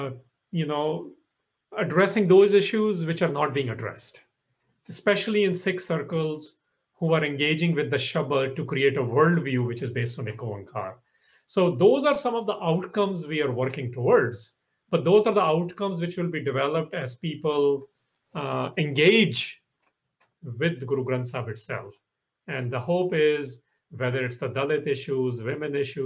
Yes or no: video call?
yes